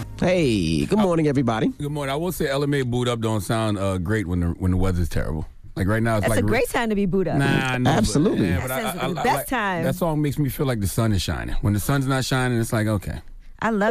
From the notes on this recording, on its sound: We opened up the phone lines to see if our listeners believed this story about him.